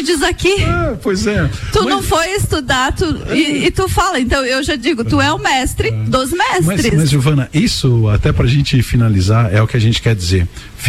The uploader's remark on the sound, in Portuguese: programa gravado direto do estande da GTS DO BRASIL na EXPOLAGES.